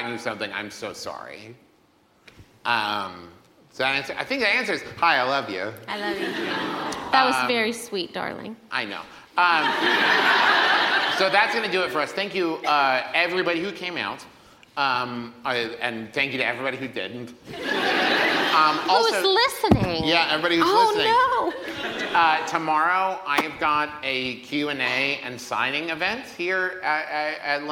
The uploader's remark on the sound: LIVE at London Podcast Festival. Part two of the live episode we recorded at London Podfest!